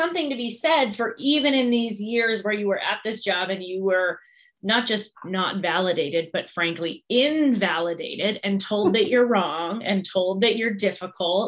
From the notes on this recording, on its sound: We asked, and you (overwhelmingly!) wanted to hear what happens in my Zoom room during a business strategy call.